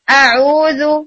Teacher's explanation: اگر آپ اپنے لپس کو اچھا سرکل نہیں کریں گے تو ساؤنڈ آئے گی اعوذ، اعو کی طرف ساؤنڈ جائے گی، او نہیں، اعوذ.